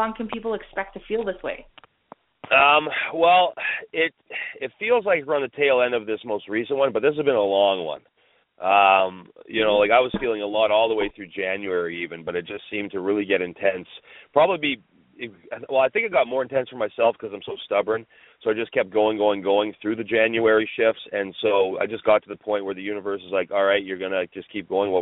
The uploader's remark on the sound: We are opening up the phone lines.